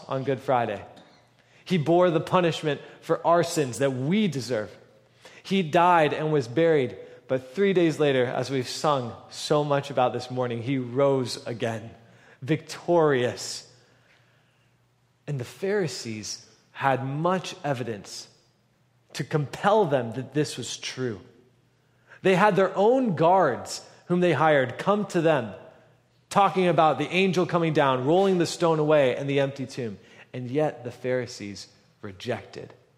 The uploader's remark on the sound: At the November 12, 2023 Sunday morning services of Boca Raton Community Church in Boca Raton, Florida.